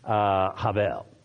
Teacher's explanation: the Hebrew would pronounce it more of a V sound than a B sound